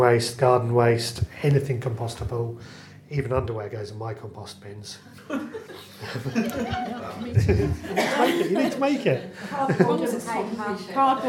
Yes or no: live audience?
yes